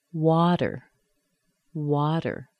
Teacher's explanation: I let my tongue go to the teeth, touch it lightly and quickly, come back. Not a lot of air is forced out. Water. You can think of it as a D sound if that helps you. · when you have a T at the beginning of an unstressed syllable, it softens. It becomes what we call a flap T, or something very similar to a D. In fact, it's kind of easy to think of it as a D sound.